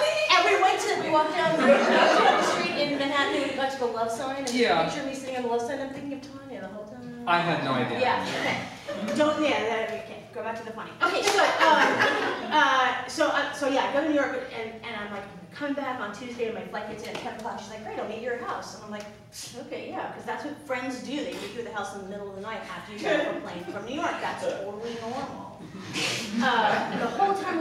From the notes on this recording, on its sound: Performed live at Comedy Central Stage.